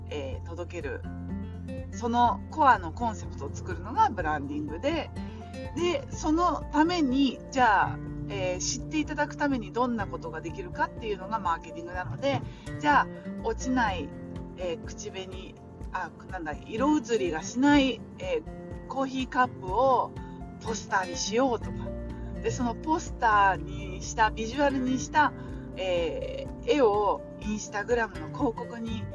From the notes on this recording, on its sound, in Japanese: スイスの町を、ドライブしながらの音声です。